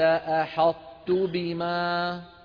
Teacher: الطاء مفخمة لكنها غير مقلقلة